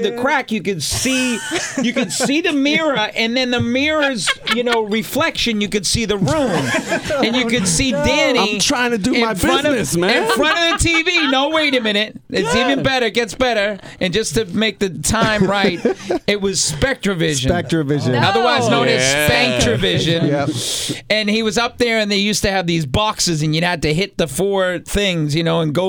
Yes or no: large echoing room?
no